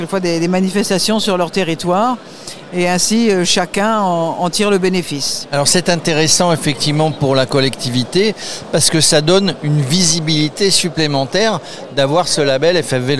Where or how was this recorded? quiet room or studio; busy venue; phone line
busy venue